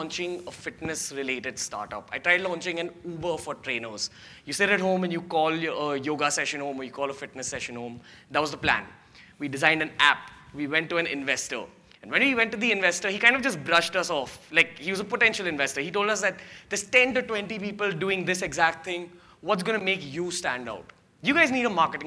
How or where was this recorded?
live audience